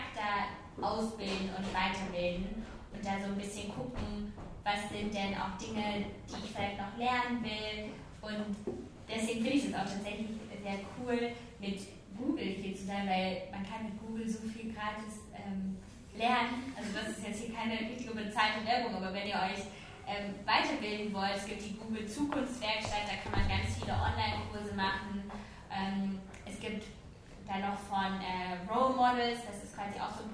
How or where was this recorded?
live audience